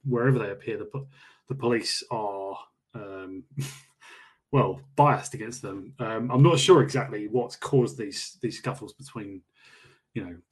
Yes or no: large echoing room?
no